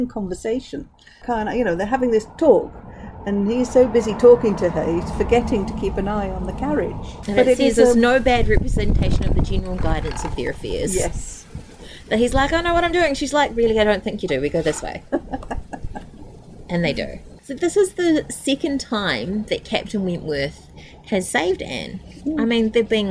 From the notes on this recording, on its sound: This was recorded outside so there is a bit of background noise, hopefully it isn't too distracting.